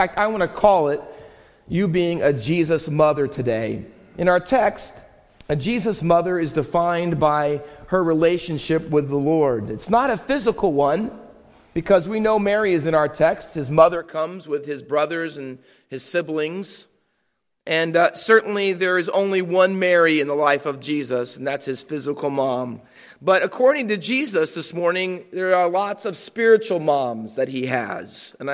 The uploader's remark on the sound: Faith Baptist Church in Hamilton, NJ.